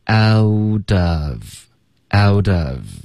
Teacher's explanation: 然后 out 跟 of 也要连读，同时浊化